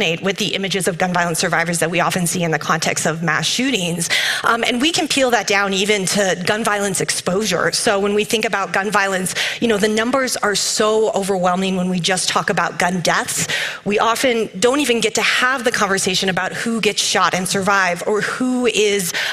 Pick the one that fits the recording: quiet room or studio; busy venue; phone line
busy venue